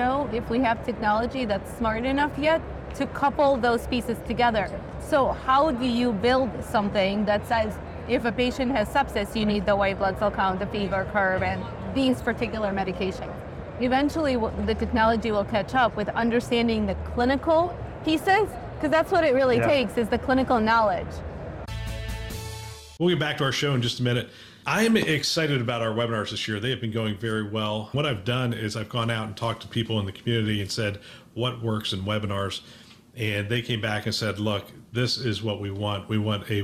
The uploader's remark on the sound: Interview in Action live from HIMSS 2023